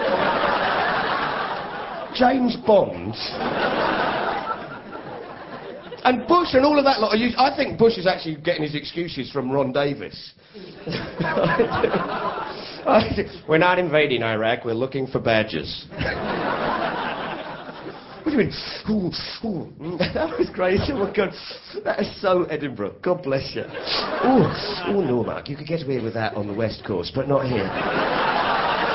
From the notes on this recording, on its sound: The Night War Broke Out was recorded live in Edinburgh on the evening the US and UK military started the invasion of Iraq.